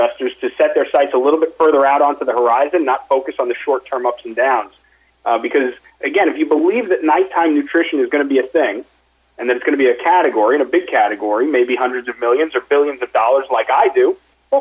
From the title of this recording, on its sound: Investor Conference Call